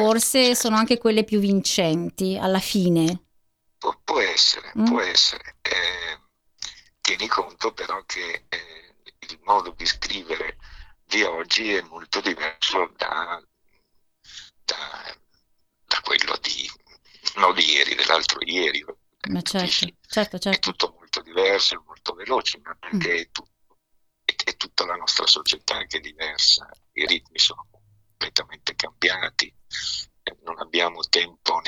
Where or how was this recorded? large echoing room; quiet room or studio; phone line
phone line